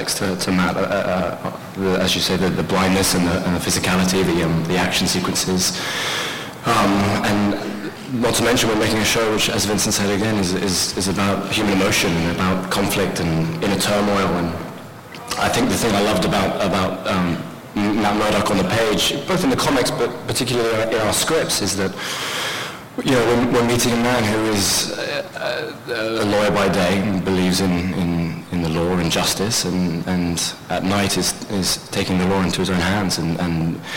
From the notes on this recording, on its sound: Some audio from the New York Comic Con